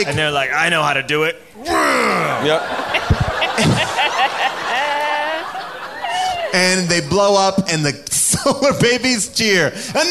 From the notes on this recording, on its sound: Recorded LIVE from the world famous Largo at the Coronet in Los Angeles